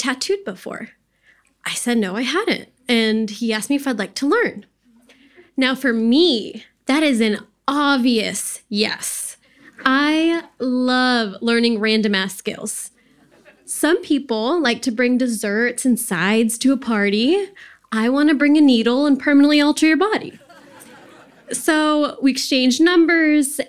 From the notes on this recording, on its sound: The second part of the Worth Repeating live storytelling event.